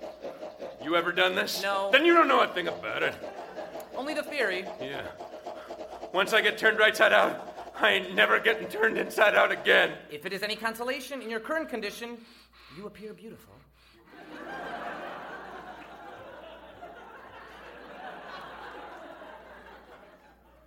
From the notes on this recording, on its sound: Recorded Live 10/3/2010 at Largo, Los Angeles.